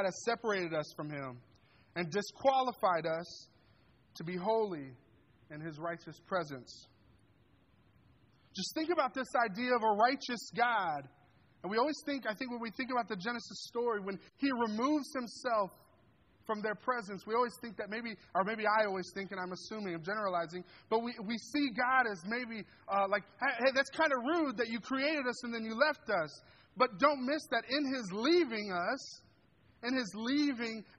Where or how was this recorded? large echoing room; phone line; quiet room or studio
large echoing room